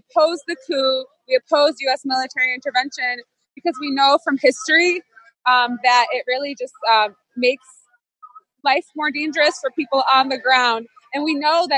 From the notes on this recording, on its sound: LIVE from the VENEZUELAN EMBASSY in Washington DC with CODE PINK! Reporting from inside AND outside the Venezuelan Embassy in Washington D.C!